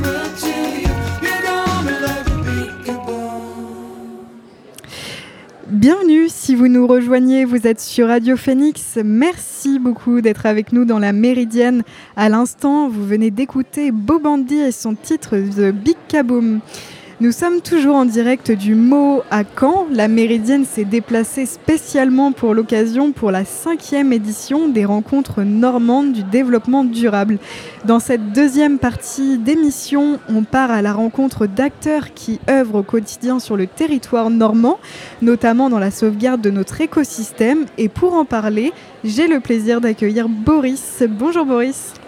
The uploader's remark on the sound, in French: nous sommes en direct des rencontres normandes du développement durable au MoHo à Caen